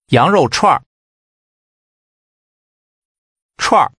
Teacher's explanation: Using rising, falling, and falling tones, say kebab.